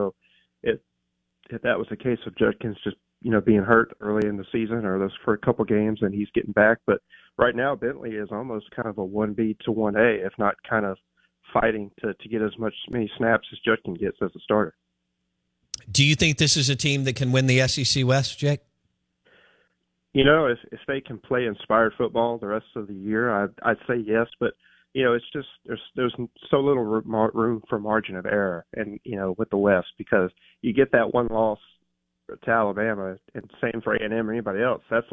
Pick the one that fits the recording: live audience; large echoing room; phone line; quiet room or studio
phone line